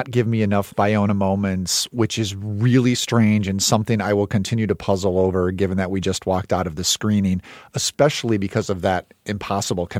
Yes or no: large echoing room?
no